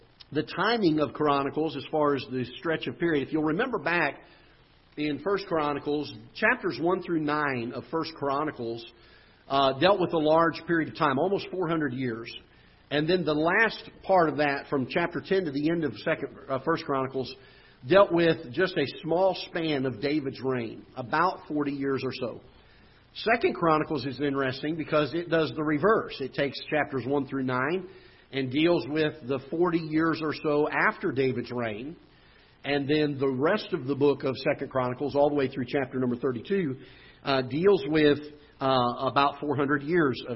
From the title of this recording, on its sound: Ketha Heights Baptist Church ~ Live Broadcast